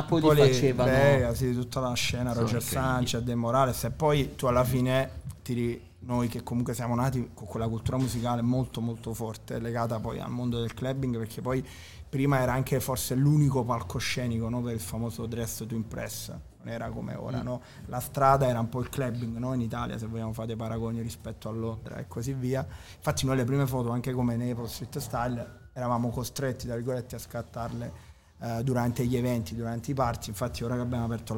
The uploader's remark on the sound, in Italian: si sono seduti con noi al tavolone di Bar5